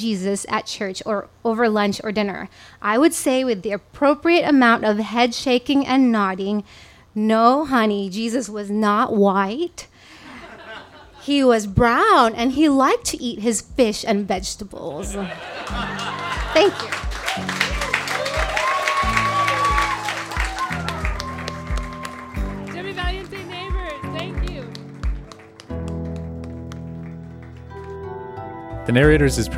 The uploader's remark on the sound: This story was recorded live on 14 November 2017 at Tiger!